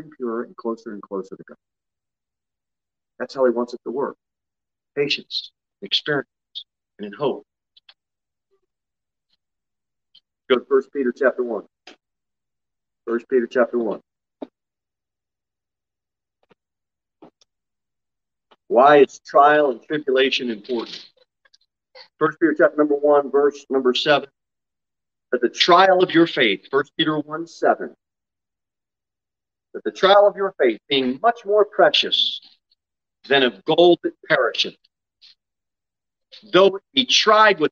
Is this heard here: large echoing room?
yes